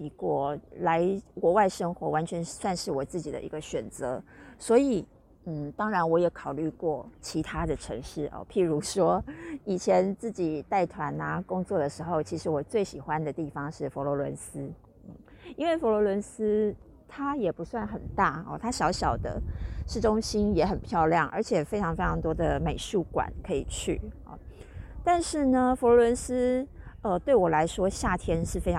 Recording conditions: outdoors